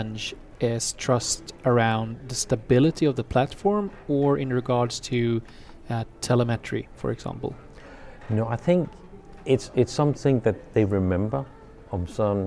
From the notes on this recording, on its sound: The fifth episode recorded at Microsoft Ignite in Orlando is up!